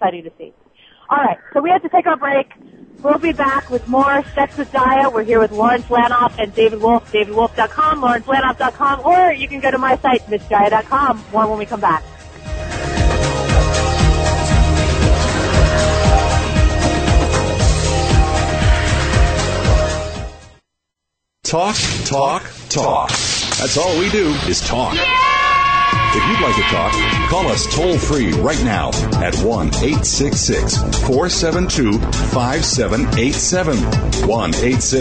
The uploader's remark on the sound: This show will air live from the Adult Entertainment Expo in Las Vegas.